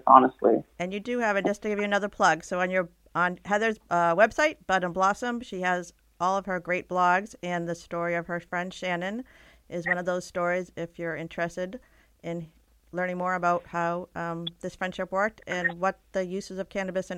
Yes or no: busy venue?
no